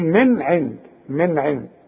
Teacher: نون ساكنه وبعدها عين، والعين من حروف الاظهار، ما غنش هنا